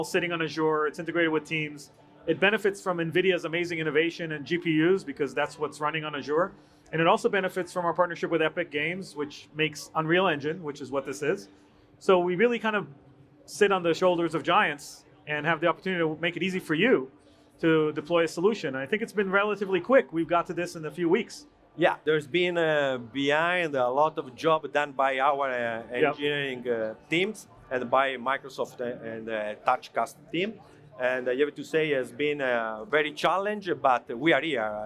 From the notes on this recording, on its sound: This episode features a fireside chat recorded live at CES 2023.